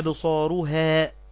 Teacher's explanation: الراء مضمومة فهي مفخمة